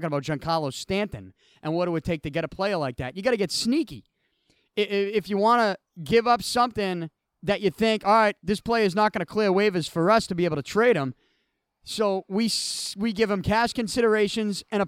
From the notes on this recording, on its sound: I recorded from outside of Beantown Athletics during the Total Solar Eclipse.